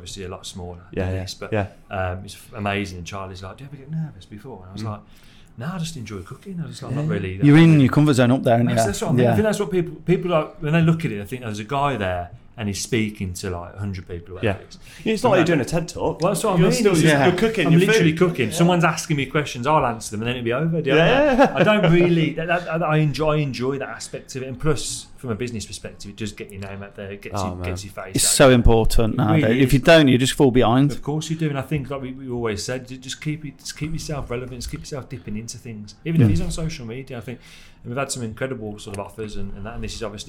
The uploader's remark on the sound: are at The Home of Food Festival 2023, Lord's Cricket Ground